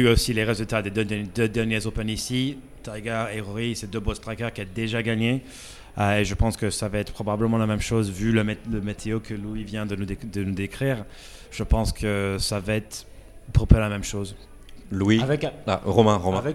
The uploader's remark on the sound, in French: Enregistré depuis le prestigieux club house du Royal Liverpool.